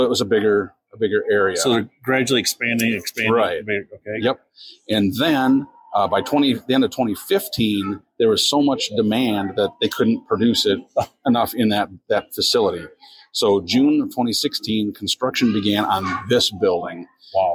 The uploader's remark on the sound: On Location - Destihl Brewing - Normal, IL. This week we are on location in Normal, IL at Destihl Brewing.